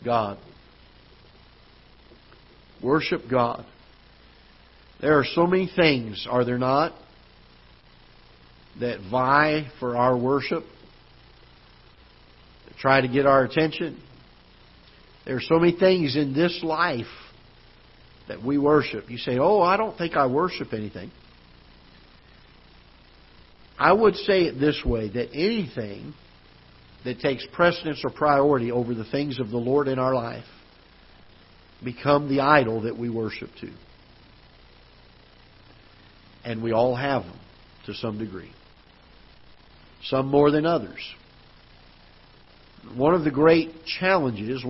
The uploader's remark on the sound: Ketha Heights Baptist Church ~ Live Broadcast